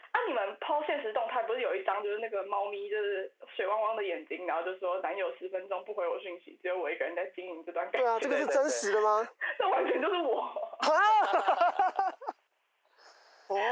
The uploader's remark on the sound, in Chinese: 音質受損。連線PART。我們的音訊設備在後半段錄音的時候壞了。